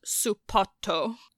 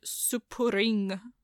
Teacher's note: You put in the su because you can't say S and P back to back. And then you have the extra O on the end because you can't end it with a T.